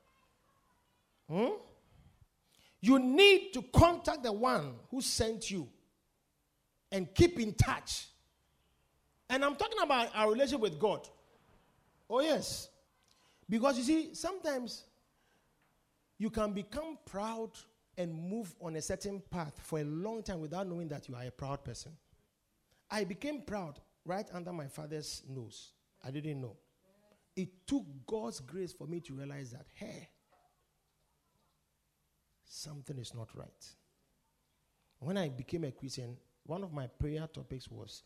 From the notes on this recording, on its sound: Preached at The Victory Secrets Service.